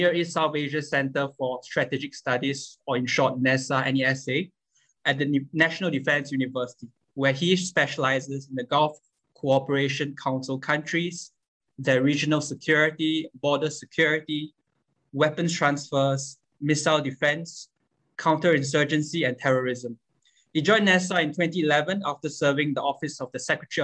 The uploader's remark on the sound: This public talk was conducted online via Zoom